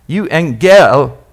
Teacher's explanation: Put the emphasis on the gel.